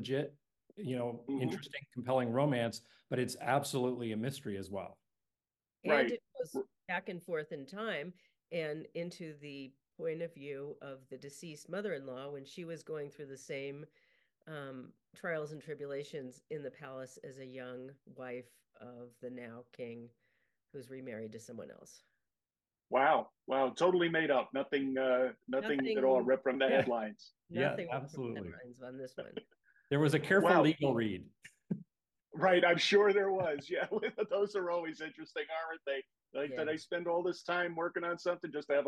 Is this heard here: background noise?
no